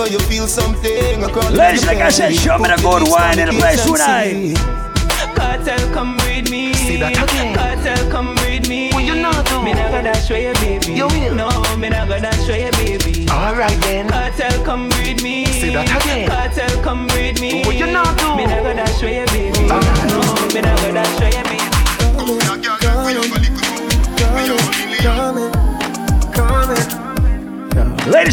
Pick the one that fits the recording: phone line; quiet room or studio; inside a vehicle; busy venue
busy venue